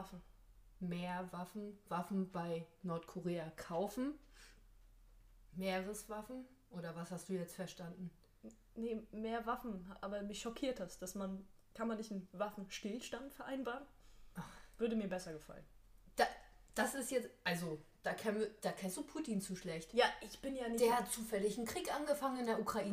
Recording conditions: poor sound quality